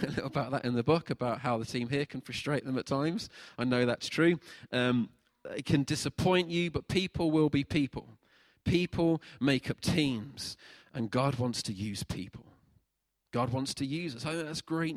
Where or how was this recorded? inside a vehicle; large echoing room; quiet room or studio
large echoing room